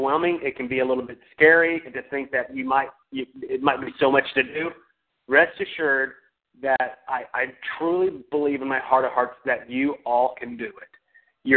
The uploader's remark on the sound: Team Elite Conference Call